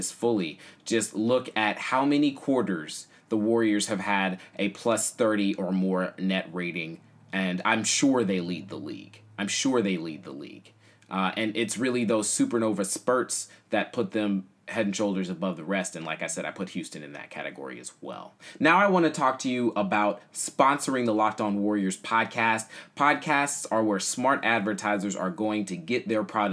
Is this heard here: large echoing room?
no